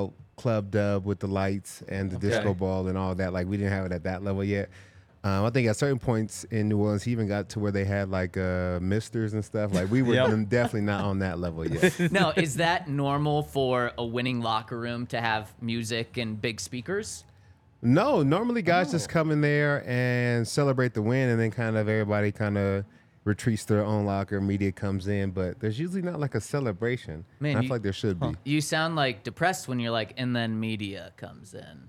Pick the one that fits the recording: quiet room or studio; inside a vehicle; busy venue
busy venue